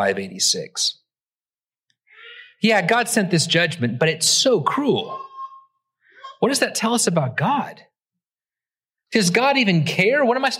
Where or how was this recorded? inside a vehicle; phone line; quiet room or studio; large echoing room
large echoing room